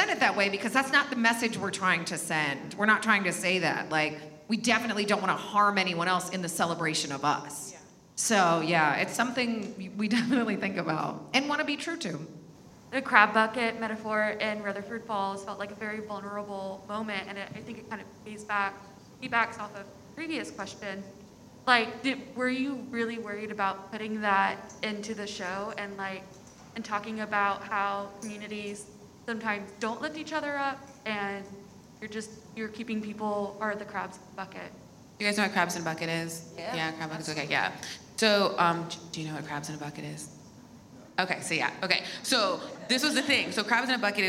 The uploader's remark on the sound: This conversation was originally recorded at ATX TV Festival Season 11 (June 2-5, 2022).